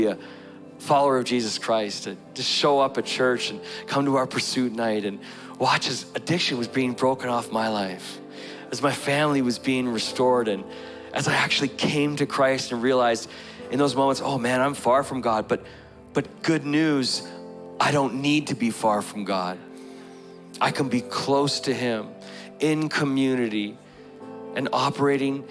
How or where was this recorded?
large echoing room